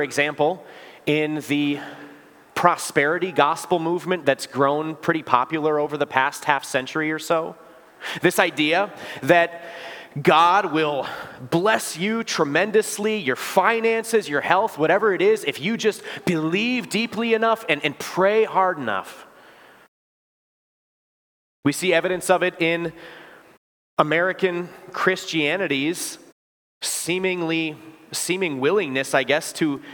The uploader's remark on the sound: preached this sermon at Bethany's Sunday worship on September 24, 2023